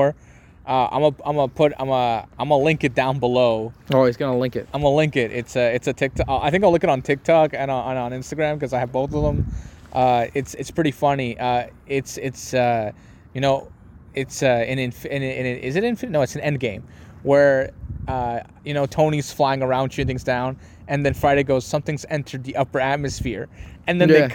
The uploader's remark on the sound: We Took It Outside